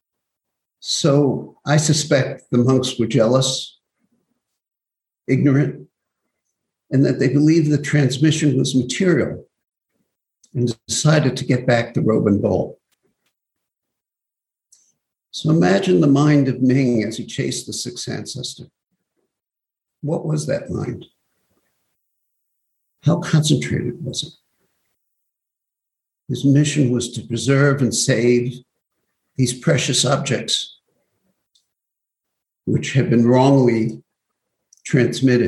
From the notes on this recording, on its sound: Zoom Broadcast